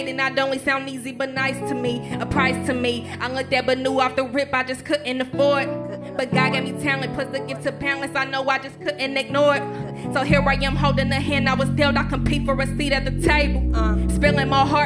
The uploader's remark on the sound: Perform at the New Hands Music festival at Healer. Perform at the New Hands Music festival at Healer.